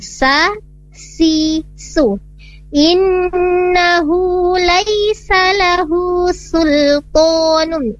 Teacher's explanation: sinnya ini tidak ditebalkan sahabat, karena dia merupakan huruf yang memiliki sifat istifal. Sa si su, innahu laisa lahu sultanun, sul bukan sul, sul tapi sul, dia tipis, huruf sinnya tipis karena bukan merupakan huruf istilah, tapi huruf istifalnya memiliki sifat istifal di sini ditipiskan saat membacanya.